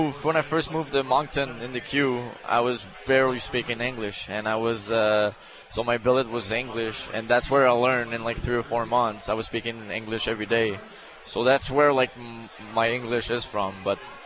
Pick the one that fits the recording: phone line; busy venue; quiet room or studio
busy venue